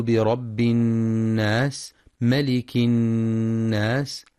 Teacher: وينتبه القارئ للغنة في النون المشددة من كلمة الناس، فهي أكمل ما تكون مع بيان صفة الهمس والصفير في السين.